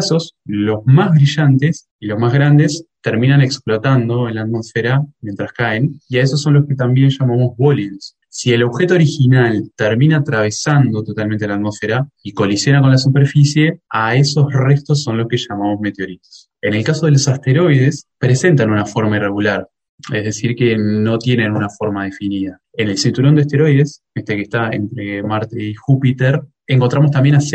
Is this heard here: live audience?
no